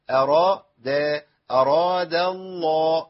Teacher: عندي لام اسم الجلالة مفخمة ليه؟ لأن قبلها مفتوح